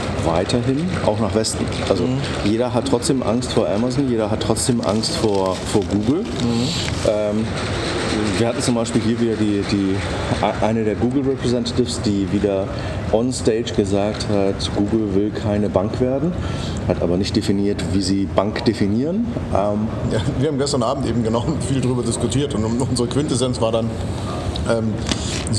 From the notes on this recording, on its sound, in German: Money2020 Asien. Dieses Mal haben wir den Podcast live vor Ort in Singapur aufgenommen.